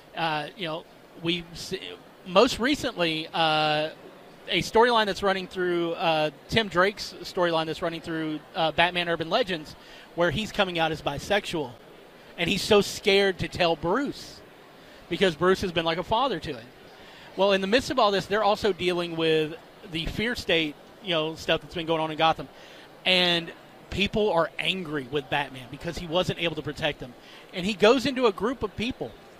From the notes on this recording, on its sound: Broadcast live from The Home Show of the MidSouth.